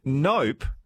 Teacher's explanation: that's an emphatic no, isn't it, when you close your lips?